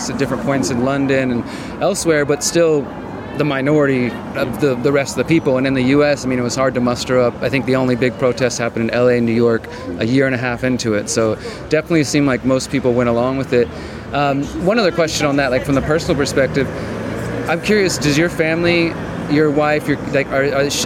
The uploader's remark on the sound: At the 2nd Better Way Conference in Bath, UK